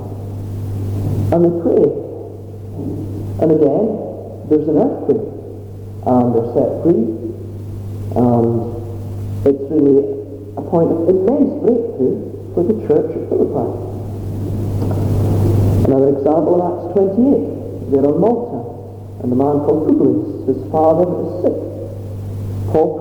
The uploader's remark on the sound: Apologies for the sound quality